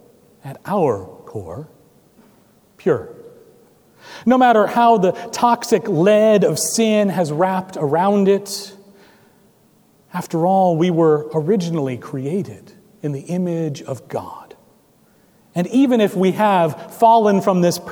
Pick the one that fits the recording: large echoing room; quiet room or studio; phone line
large echoing room